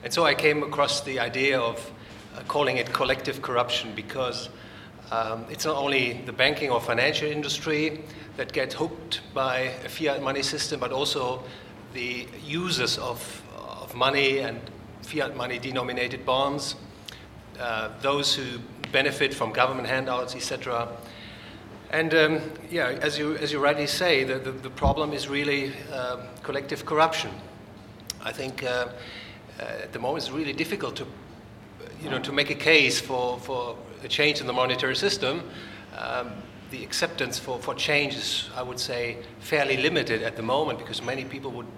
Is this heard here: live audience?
yes